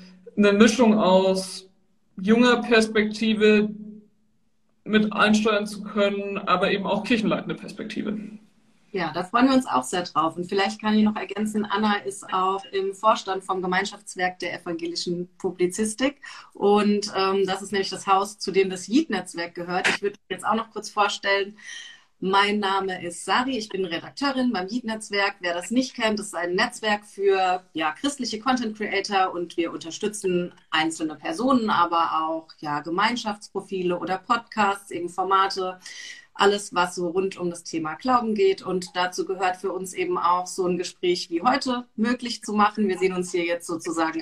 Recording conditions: video call